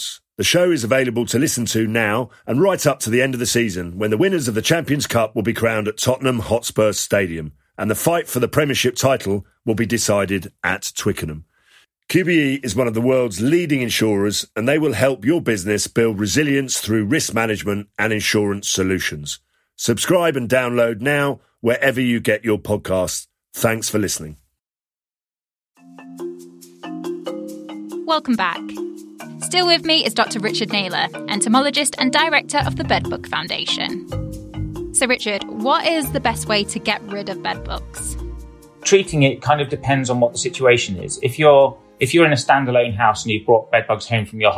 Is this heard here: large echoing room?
no